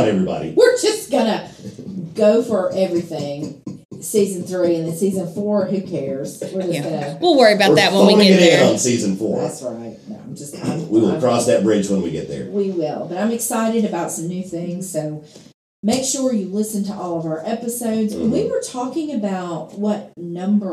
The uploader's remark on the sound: Audio disclaimer: This week's episode had some technical difficulties. The sound quality is not up to our usual standards.